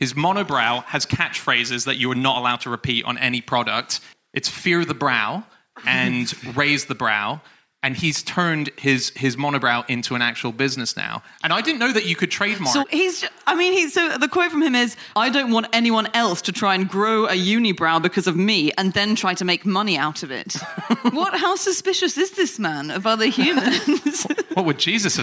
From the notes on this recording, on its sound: Live from The North Wall Arts Centre in Oxford